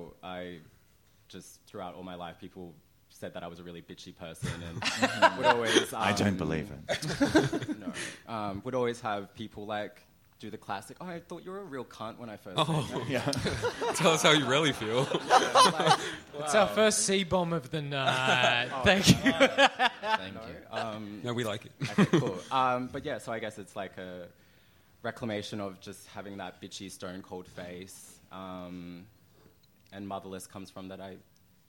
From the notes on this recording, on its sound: The Gays Are Revolting Live in Melbourne, again! In front of a sold-out crowd in Brunswick.